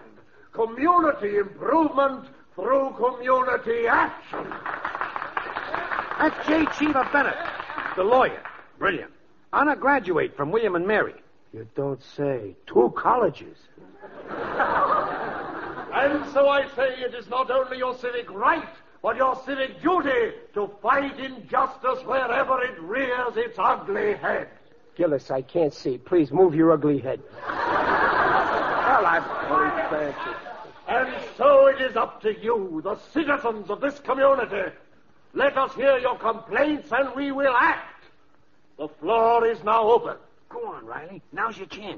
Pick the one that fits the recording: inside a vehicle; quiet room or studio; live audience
live audience